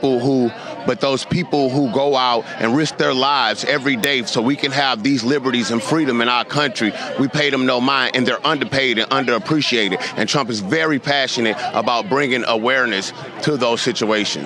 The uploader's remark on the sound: Live Coverage From Coastal Carolina … Rally